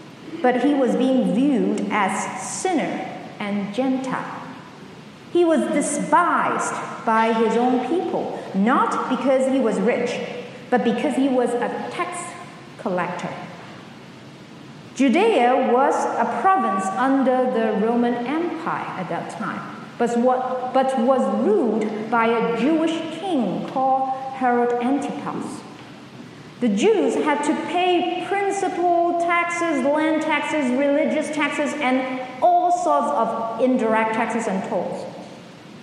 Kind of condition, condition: setting, large echoing room